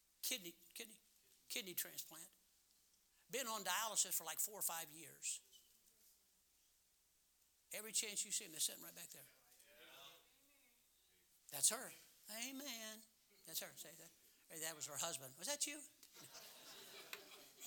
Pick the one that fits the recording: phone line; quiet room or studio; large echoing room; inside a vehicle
large echoing room